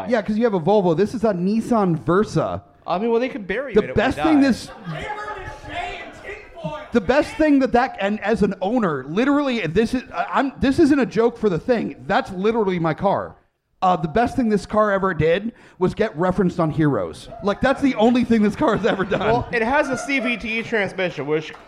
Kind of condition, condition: setting, live audience